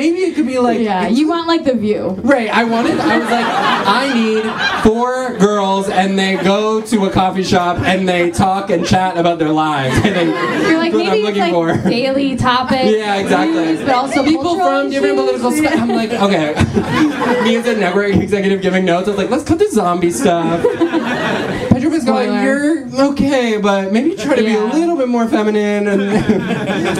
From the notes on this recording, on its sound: Another live show!